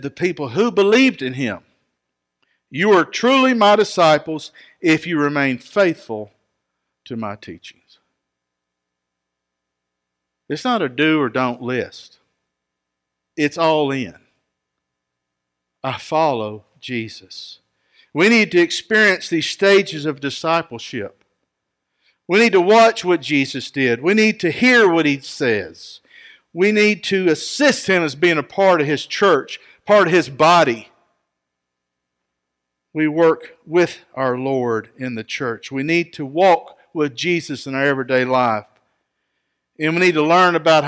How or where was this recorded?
large echoing room